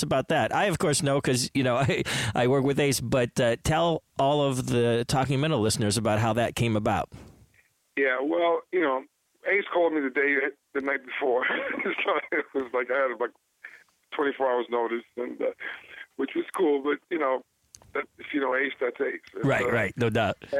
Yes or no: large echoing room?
no